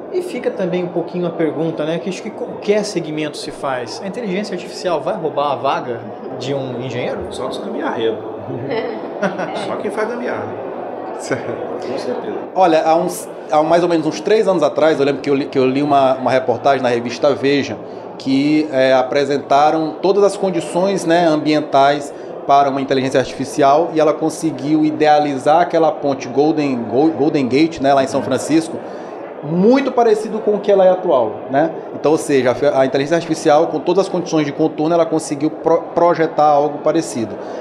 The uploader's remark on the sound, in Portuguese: Realizou o 2ºSimpósio Cidades Inteligentes, na cidade de Santos, litoral de São Paulo. Durante o evento, foi gravada uma série de podcasts.